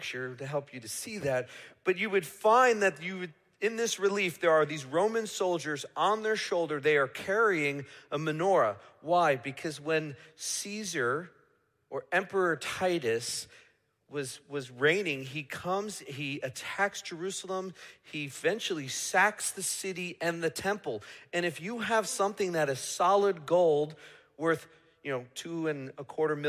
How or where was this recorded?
large echoing room